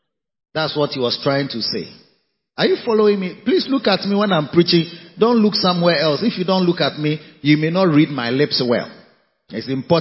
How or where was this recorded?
large echoing room